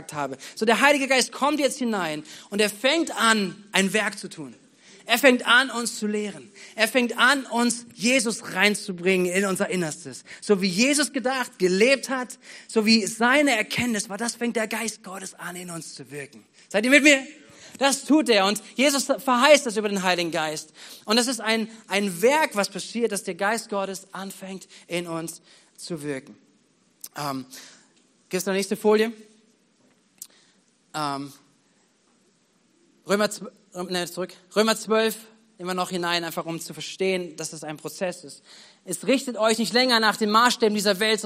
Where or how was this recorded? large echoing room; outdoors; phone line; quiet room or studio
large echoing room